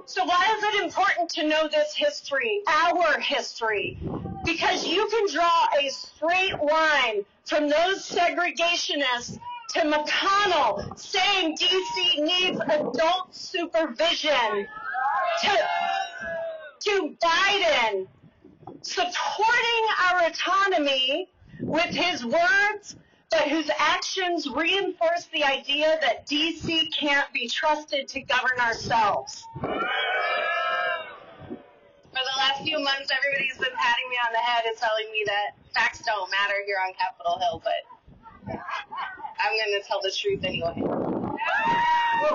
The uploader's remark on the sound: The message was loud and clear at Wednesday’s spirited rally protesting this week’s move by Congress to block the implementation of new criminal justice reforms in DC. We’ve got an audio postcard from the rally.